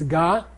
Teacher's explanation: There's no N. There's no N. It's a prenasal.